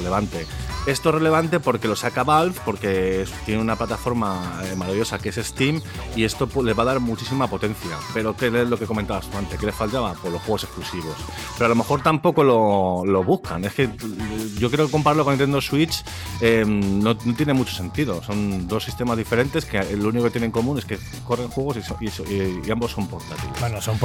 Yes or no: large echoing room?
no